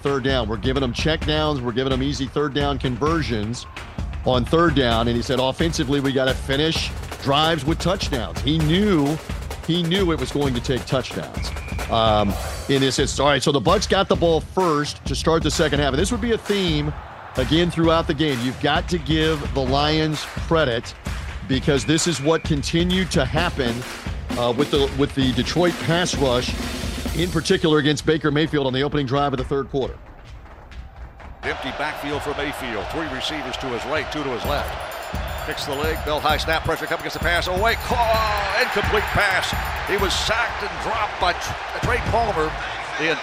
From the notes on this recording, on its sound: Insight and analysis from the Ford Field sidelines. Post game interviews.